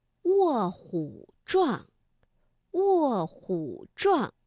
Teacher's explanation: 因为卧是四声字，那虎呢在这里我们读21 · Term: 变调